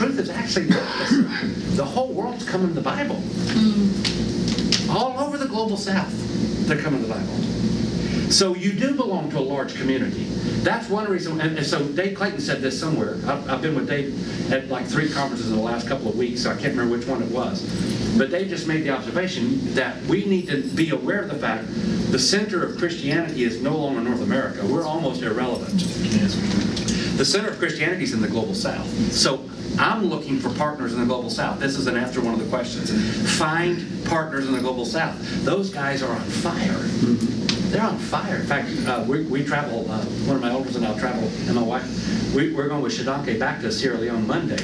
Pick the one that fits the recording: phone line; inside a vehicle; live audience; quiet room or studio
live audience